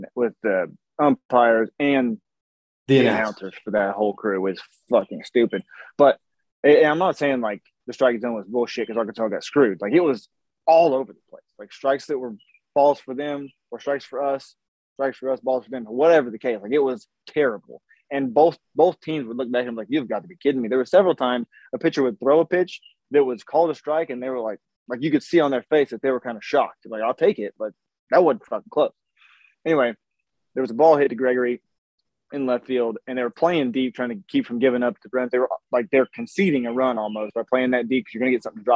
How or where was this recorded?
video call